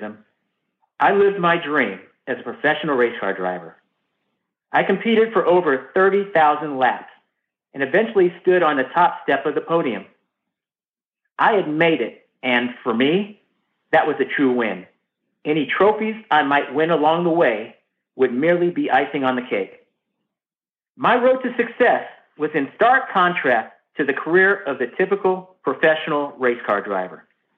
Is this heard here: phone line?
yes